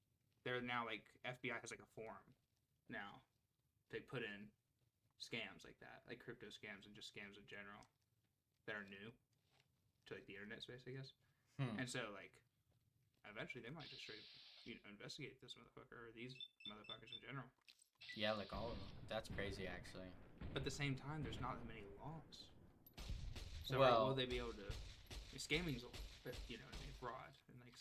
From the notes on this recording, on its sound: We don't have a lot of experience editing or recording a podcast, so you may have to be patient on the quality to reach 100%.